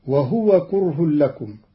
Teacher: قرأ قالون كلمة وهو بإسكان الهاء، وهو جار على لسان العرب، وكذا كلمة وهو خير لكم وكلمة وهو شر لكم بإسكان الهاء تخفيفا، وهي لغة نجد.